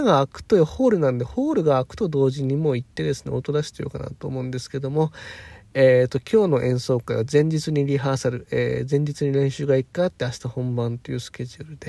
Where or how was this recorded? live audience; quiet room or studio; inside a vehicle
inside a vehicle